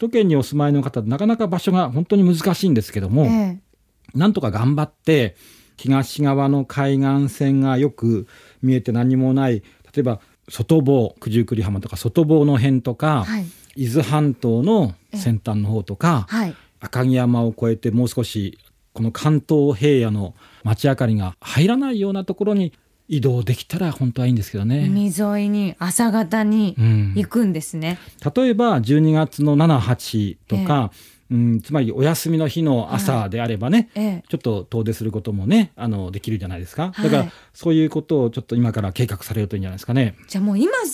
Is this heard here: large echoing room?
no